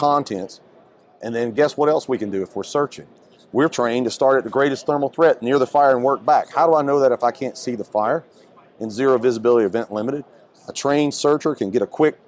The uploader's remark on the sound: on location at Firehouse Expo in Columbus, Ohio